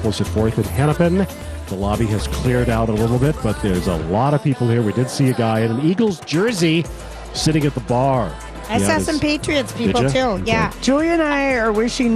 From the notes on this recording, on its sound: Live at the AC Hotel!